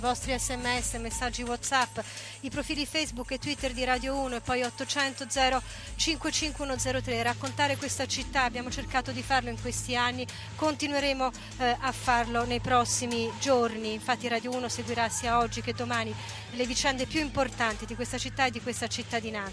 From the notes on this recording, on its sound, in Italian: In diretta da piazza Duomo a L'Aquila.